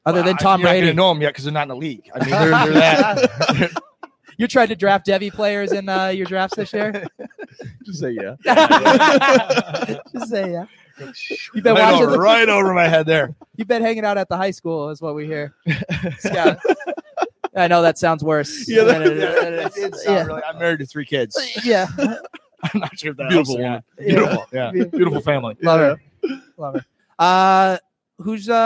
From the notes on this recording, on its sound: Live from Vegas. Live from the FFPC Drafts in Las Vegas talking with high stakes pros and analysts about their upcoming Main Event Draft.